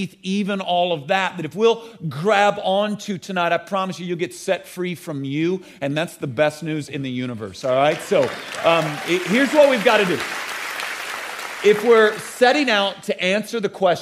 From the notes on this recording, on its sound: At the Code Orange Revival Conference at Elevation Church.